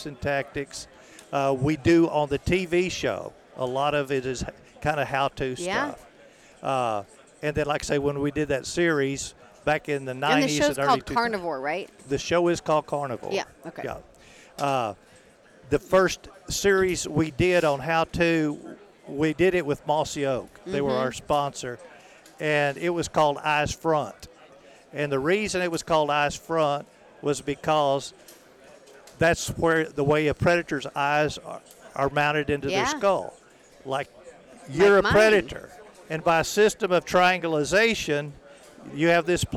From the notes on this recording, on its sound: recorded at the NRA Show